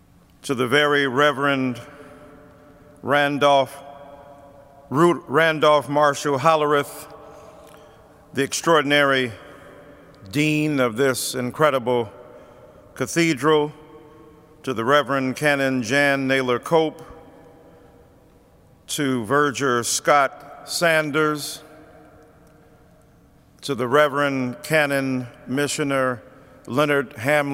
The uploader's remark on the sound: preached at Washington National Cathedral